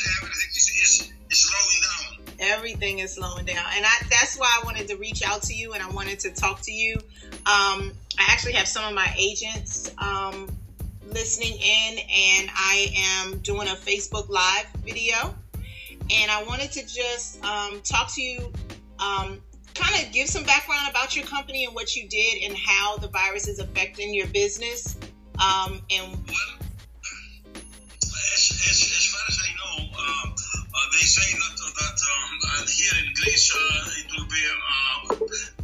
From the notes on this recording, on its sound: This episode is taken from a recent Facebook Live broadcast